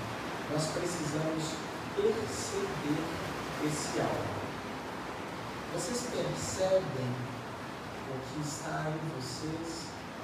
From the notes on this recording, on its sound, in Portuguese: Pedimos desculpas a todos pela qualidade do áudio, estava chovendo muito em Belo Horizonte neste dia.